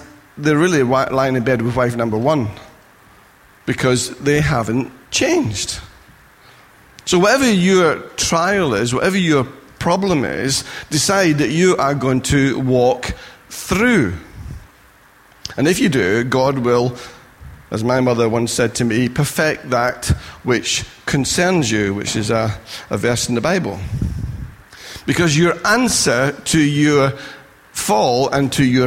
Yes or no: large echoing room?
yes